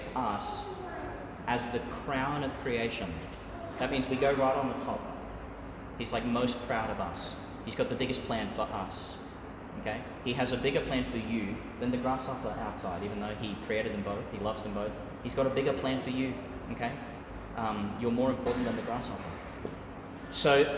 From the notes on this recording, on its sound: Reflection for some of the children at St Francis of Assisi Catholic Primary School, delivered in St Peter Chanel Church, Tannum, Qld.